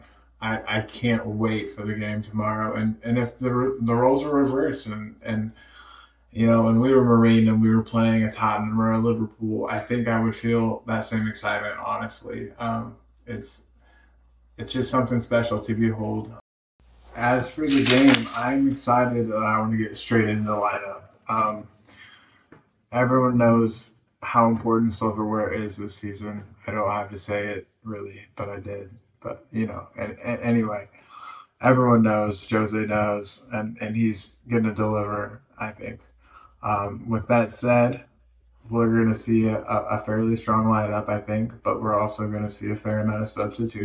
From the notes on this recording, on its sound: Bear with our mic issues